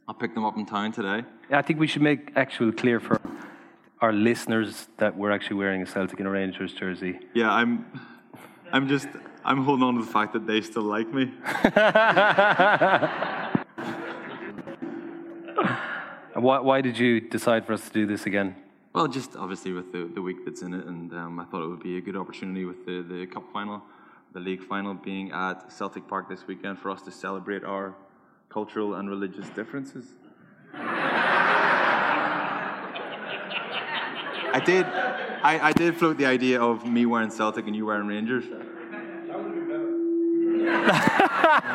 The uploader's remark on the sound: LIVE in Dublin.